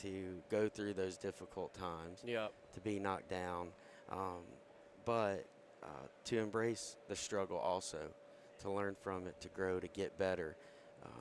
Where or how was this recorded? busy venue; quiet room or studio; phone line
busy venue